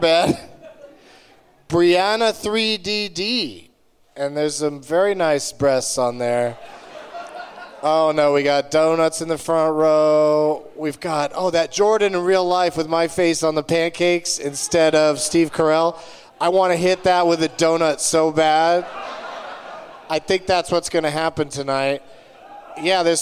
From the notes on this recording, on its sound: Live from the Gramercy Theatre in New York City